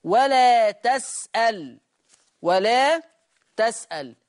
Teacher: ورش يقرأ بفتح التاء وتسكين اللام ولا تسأل، ولا تسأل يفتح التاء ويسكن اللام.